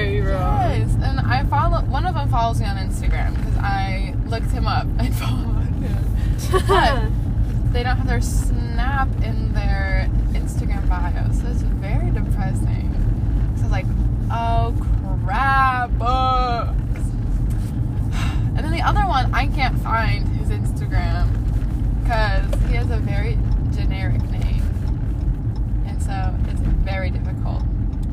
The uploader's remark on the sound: Sorry for the bad audio but in this episode you join us while we drive around